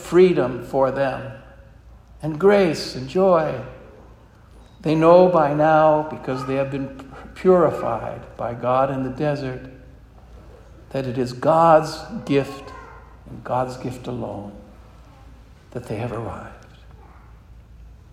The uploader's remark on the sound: This homily was preached at Our Lady of Fatima Church in Spokane, Washington.